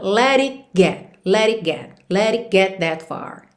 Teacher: você omitir mesmo o T e nem fazer o contato da língua com o céu da boca